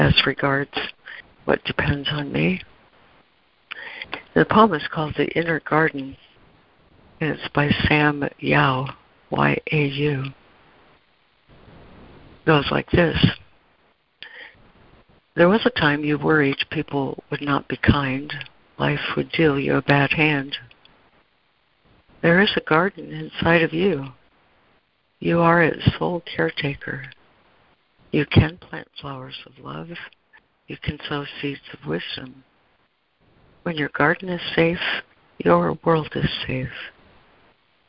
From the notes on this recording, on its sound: ACIM Daily Conference Call